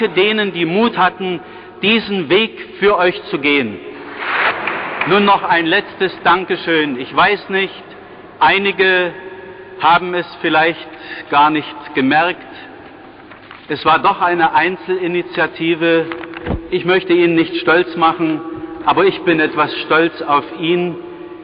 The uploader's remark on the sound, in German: Eine historische Aufnahme. Eine der Kirchen war die ehemalige Hofkirche, die Kathedrale des Bistums Dresden-Meißen. In der Sakristei der Hofkirche wurde damals auf BASF-Musikkassetten ein Audio-Mitschnitt dieser Veranstaltung angefertigt.